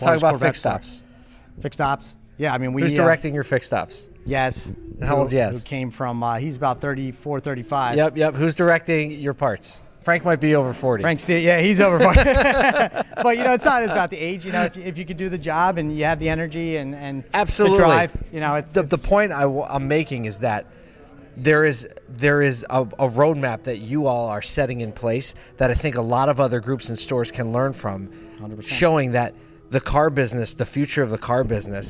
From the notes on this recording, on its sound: ASOTU was on the ground during the Ciocca Dealerships Flemington and Southern Region Fixed Ops Celebration Dinner in December 2022